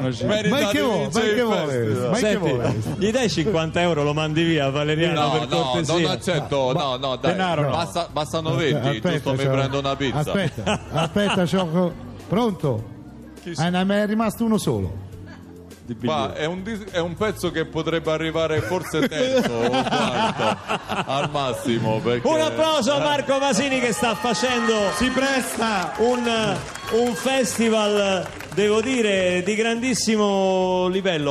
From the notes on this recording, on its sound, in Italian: Radio 2 Social Club in diretta dal Festival dei Sanremo.